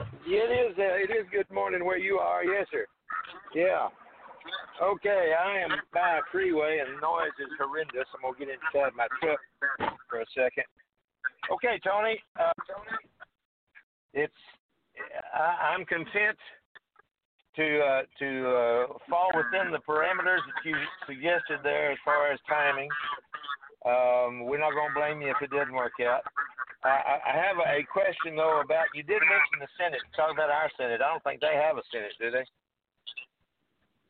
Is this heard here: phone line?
yes